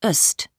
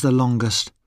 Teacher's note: We say the in superlatives with a weak sound, the, when the following adjective starts with a consonant. We say the ending est with a schwa sound